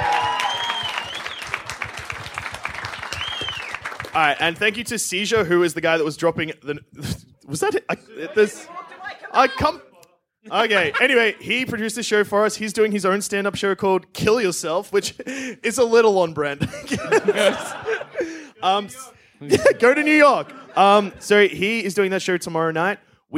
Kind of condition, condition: setting, busy venue